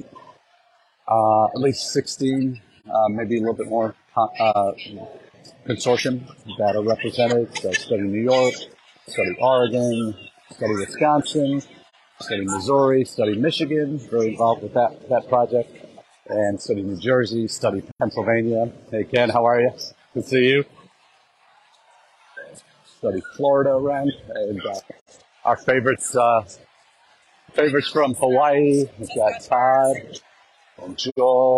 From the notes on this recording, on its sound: Our #intled #livechat comes to you from the Expo Hall at #NAFSA2023.